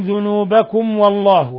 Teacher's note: ميم ساكنة جاء بعد حرف الواو، الحكم التجويد إظهار شفوي، بل هو من أشد حالات الإظهار.